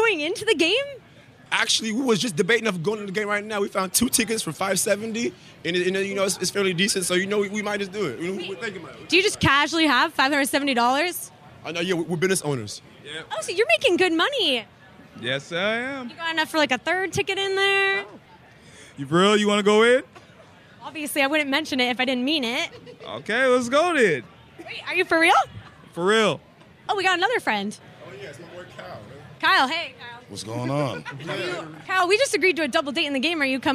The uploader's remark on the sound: Whatcha Doin' at the MLB All Star Game? Stayed right outside to interview the fans!